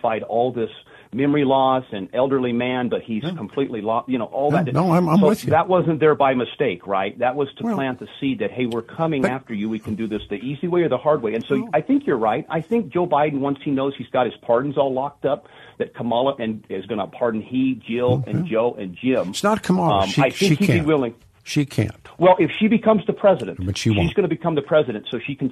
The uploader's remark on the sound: Open phone lines